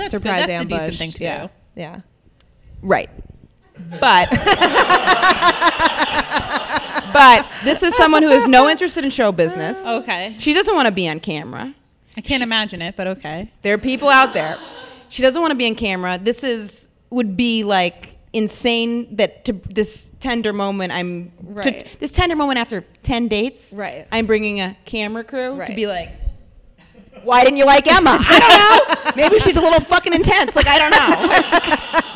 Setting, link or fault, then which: setting, live audience